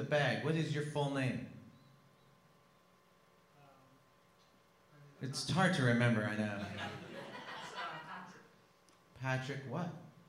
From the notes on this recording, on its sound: LIVE podcast at Sketchfest in San Fran.